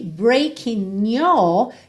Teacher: fica muito mais fácil eu juntar esse N já no your